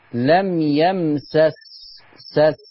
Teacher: خلي بالك لم يمسس سس السين والسين. فخلي بالك من سكون السين الثانية